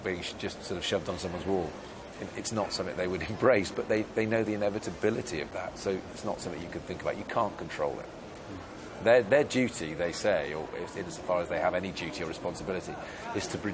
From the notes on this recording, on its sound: We’re out on location at the Hong Kong Convention and Exhibition Centre, and dedicating the whole show to the first Art Basel Hong Kong.